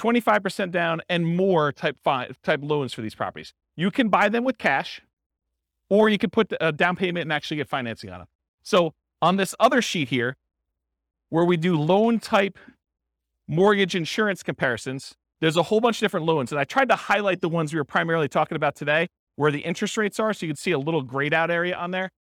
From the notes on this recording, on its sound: This was a live class recorded